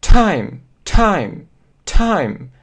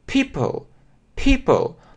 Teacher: многие говорят просто time, time, это обычно, но эти буквы говорят с придыханием. Так, глокнули и говорим time, time, time.